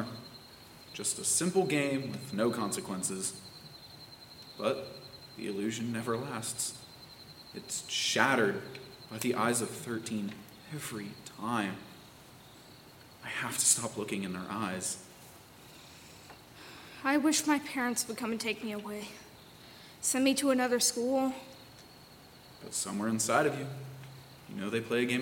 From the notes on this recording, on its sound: It was recorded in front of a live audience. By Thespian Troupe 4592 of Madison High School in Middletown, Ohio. Sound effects and music: Mixkit.co.